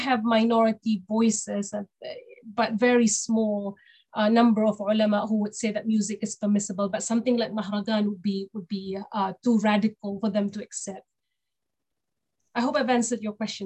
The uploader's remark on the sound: This public talk was conducted online via Zoom